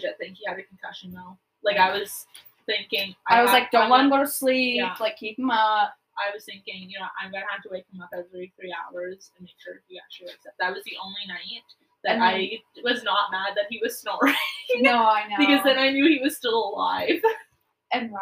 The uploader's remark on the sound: We apologize about the audio not sounding very good, its like we don't know what we are doing or something lol.